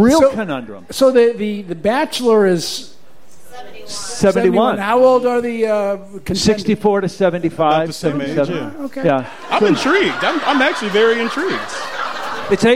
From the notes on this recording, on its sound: The Mincing Rascals Live from The Second City. Recorded in front of a live audience at The Second City.